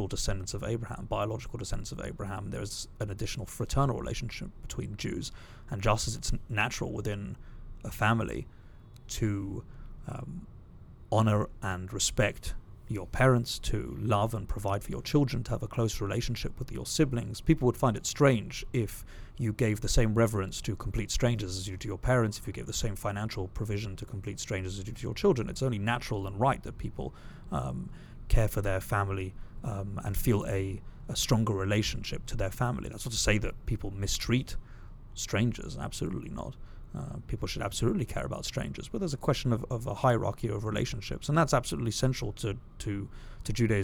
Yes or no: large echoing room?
no